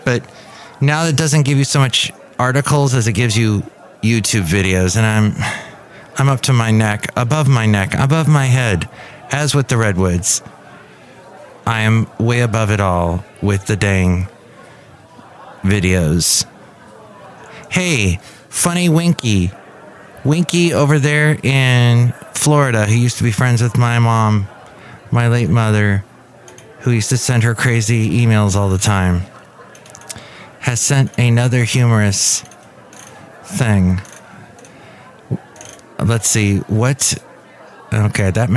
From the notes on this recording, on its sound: podcasts live from Café Anyway